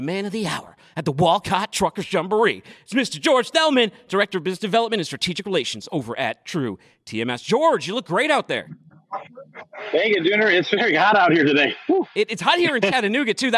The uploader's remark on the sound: is coming to you live from the 44th annual Walcott Truckers Jamboree